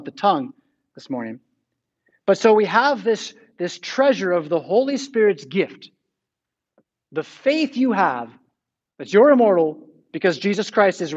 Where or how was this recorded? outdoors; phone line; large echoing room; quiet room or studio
large echoing room